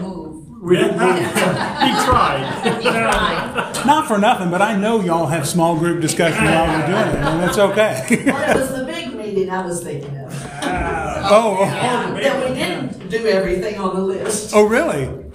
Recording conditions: large echoing room